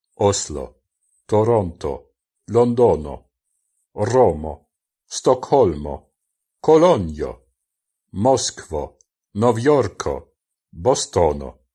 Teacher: Das O wird immer halb offen ausgesprochen, ähnlich wie im Spanischen. Esperanto klingt ja auch am ehesten wie Spanisch, da die Vokale A, E, I, O, U so wie in dieser Sprache ausgesprochen werden und es auch keinen Unterschied zwischen langen oder kurzen Vokalen gibt.